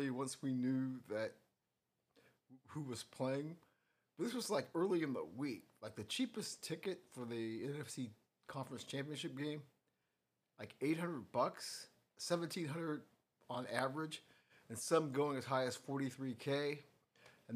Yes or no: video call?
no